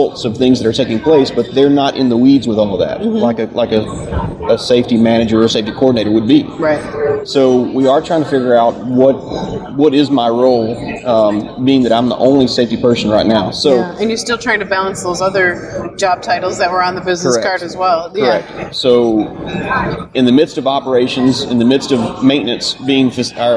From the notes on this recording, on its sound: joins us live on the floor of the NSC